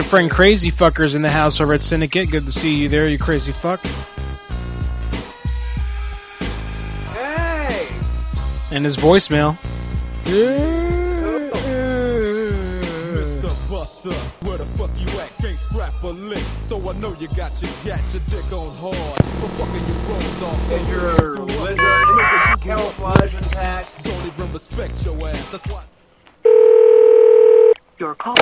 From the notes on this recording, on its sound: Prank Phone Calls Collection